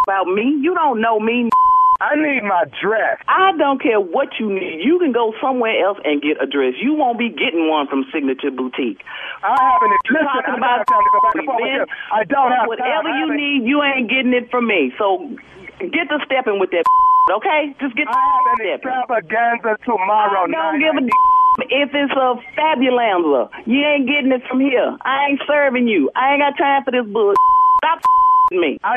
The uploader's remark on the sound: Makes a phone call to get a dress and makes the lady on the other end uncomfortable.